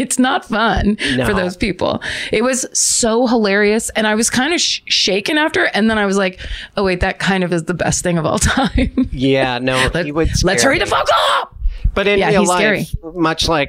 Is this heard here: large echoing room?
no